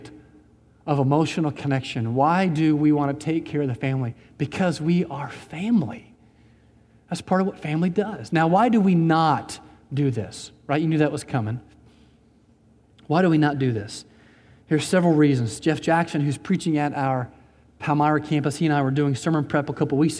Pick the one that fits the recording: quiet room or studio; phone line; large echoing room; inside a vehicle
large echoing room